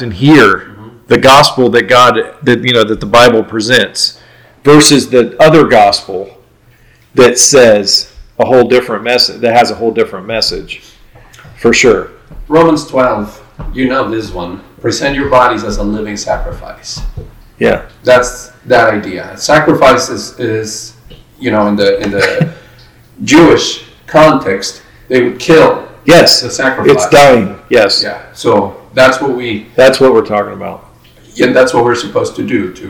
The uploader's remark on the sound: This is one of the first episodes we recorded, the quality of sound is not that great.